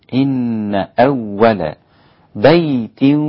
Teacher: الغنة في بيت وضع في الإدغام